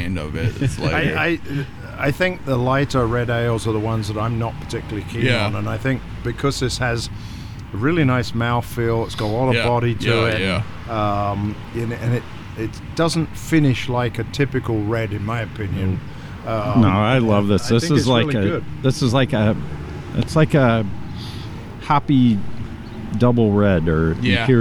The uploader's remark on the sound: Pubcast from The Brit and Yankee. It was beautiful Fall weather when we headed down to Tinley Park to record our latest episode outside in a beer garden. We're at Banging Gavel Brews.